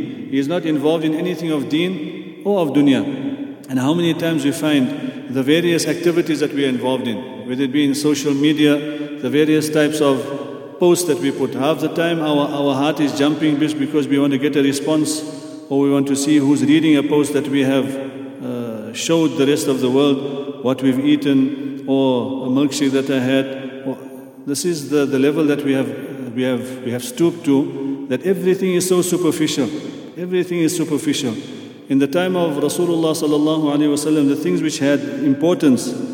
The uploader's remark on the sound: at the Houghton Masjid (West Street)